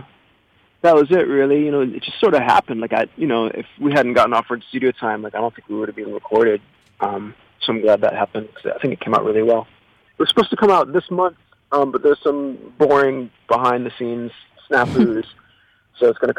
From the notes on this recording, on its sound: phoned in to Radio One Chicago